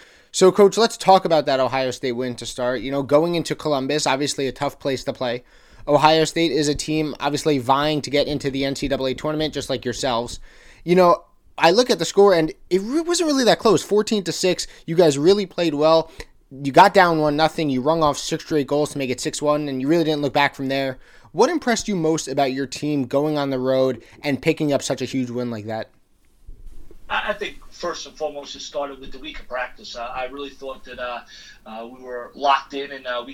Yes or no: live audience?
no